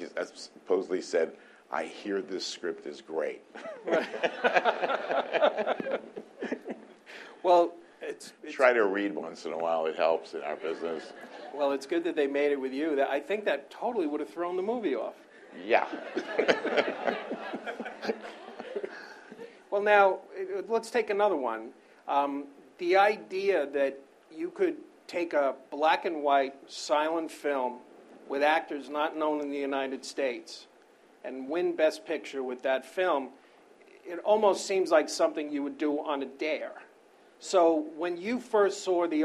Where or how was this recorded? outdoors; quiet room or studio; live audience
live audience